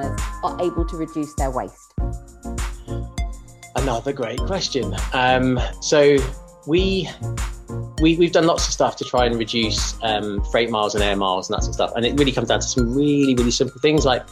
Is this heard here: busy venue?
no